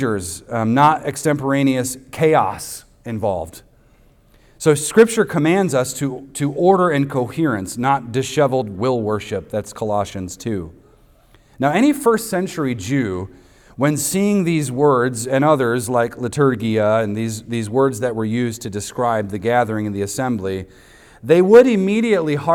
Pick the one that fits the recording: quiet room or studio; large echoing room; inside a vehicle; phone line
large echoing room